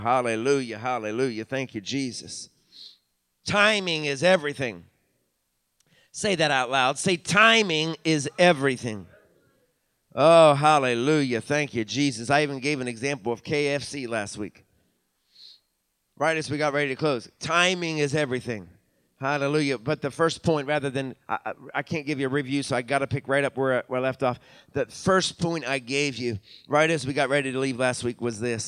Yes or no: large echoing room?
yes